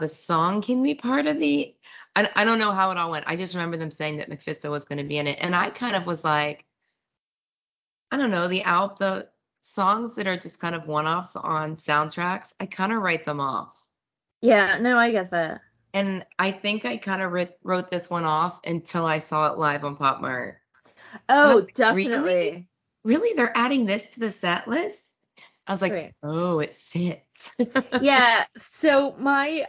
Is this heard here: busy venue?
no